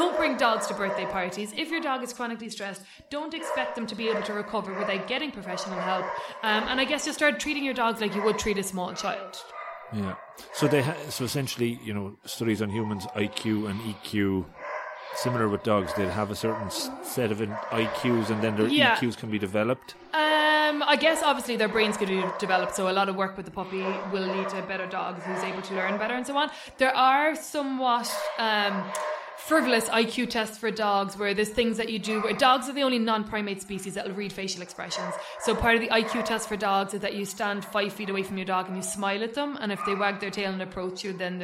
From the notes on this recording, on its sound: We recorded the show in her Doggie Day Care center just outside Cork City and, as you’ll hear, it’s quite a busy place! The barking in the background adds great atmosphere to the show however!